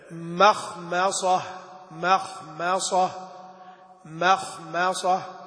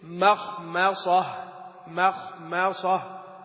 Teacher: ومثل لذلك بكلمة مخمصة، وكلمة مخمصة فيها ميمان، الميم على أي حال هي مرققة سواء جاء بعدها مفخم أو بعدها مرقق، لكن هذه لوقوع المفخمات بعدها تحتاج إلى زيادة تعمل وزيادة انتباه لترقيقها.